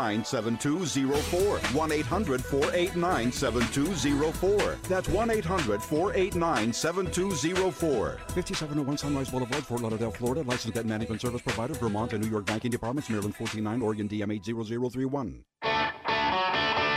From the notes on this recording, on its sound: Adams on Agriculture is at the National Ethanol Conference in Orlando.